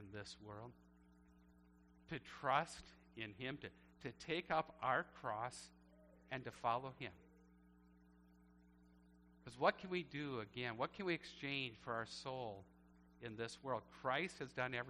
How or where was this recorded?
large echoing room